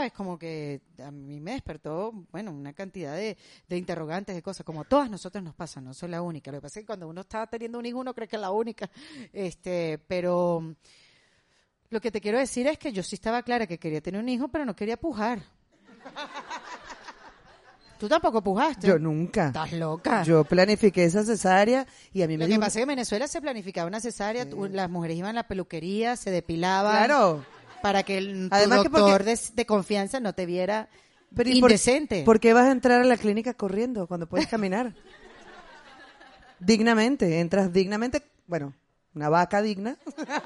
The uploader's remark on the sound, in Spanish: Volvimos a juntarnos frente a un micrófono. Episodio grabado con un hermoso público en vivo en Madrid.